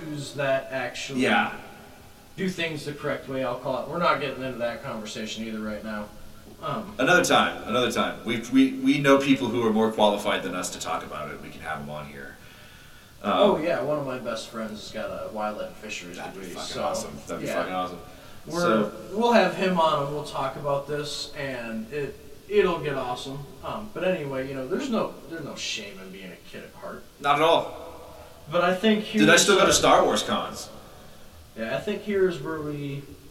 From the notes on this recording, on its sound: Completely f*ck their sound up.